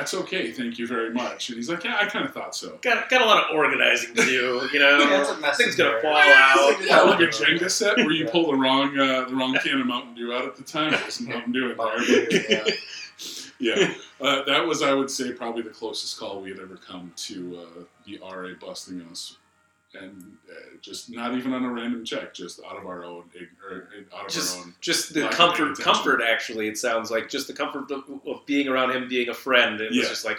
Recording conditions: poor sound quality